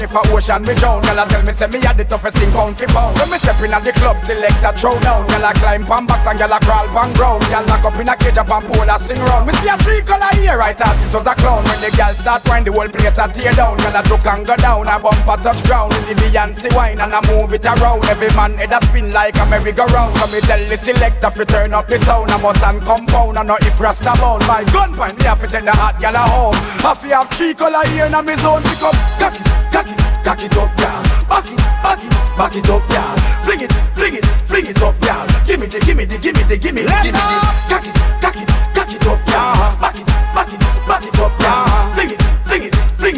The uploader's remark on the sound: LIVE AUDIO! Live audio recording from my set at Island Saturdays on May 7th.